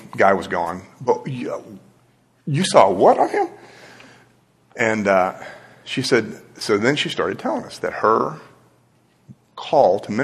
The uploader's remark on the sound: This podcast is a recorded version of a live class here at Christ United. 3101 Coit Road, Plano, TX.